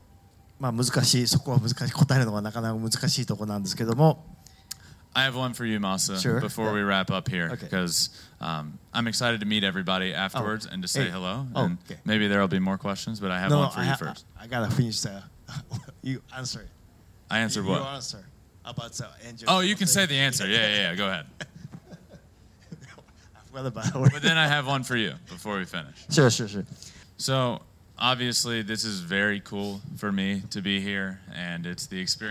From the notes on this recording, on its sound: Q&A IN TOKYO, JAPAN. A Q&A with a live audience.